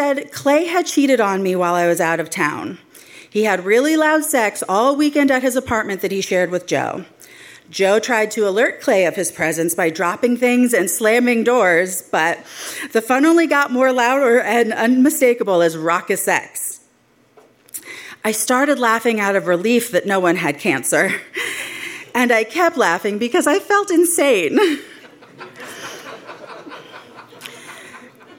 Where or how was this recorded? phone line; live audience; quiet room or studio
live audience